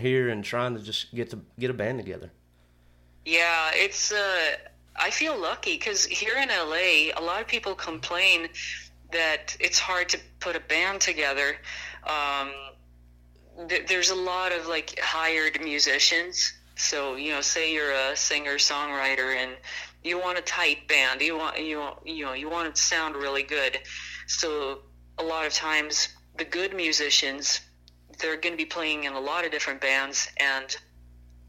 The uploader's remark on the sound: burnt the phone lines to interview